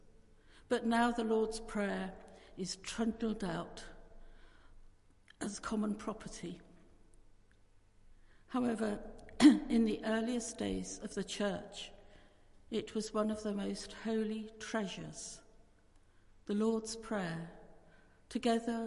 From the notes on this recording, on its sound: Christ Church, Bayston Hill (UK)